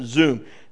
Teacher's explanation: We would pronounce it or spell it in English, and we'd say zoom, not some, but zoom. This S really sounds like a Z in Hebrew.